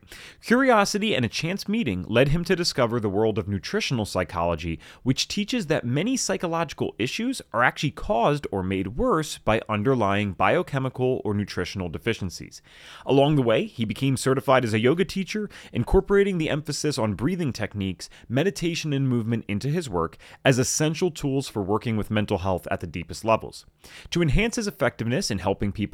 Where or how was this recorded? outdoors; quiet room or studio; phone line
quiet room or studio